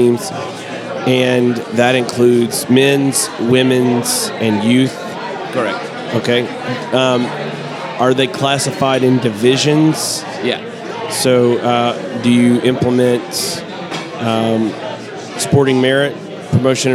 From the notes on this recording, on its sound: Live at the Bar of the US Soccer AGM